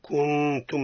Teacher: النون عند التاء كذلك أيضا الإخفاء مع الغنة